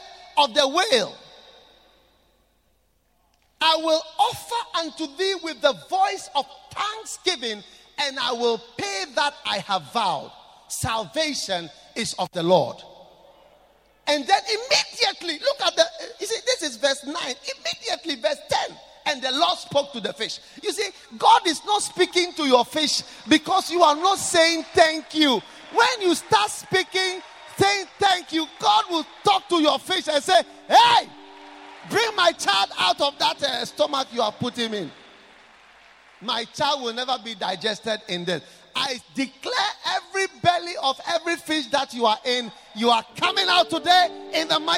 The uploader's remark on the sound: Preached at the Qodesh